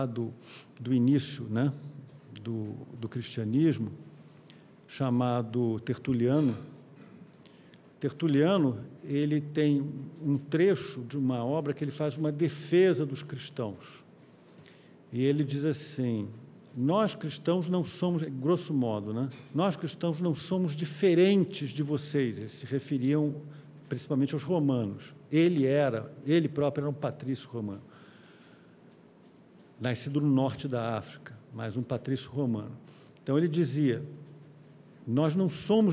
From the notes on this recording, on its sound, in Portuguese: Palestra ao Vivo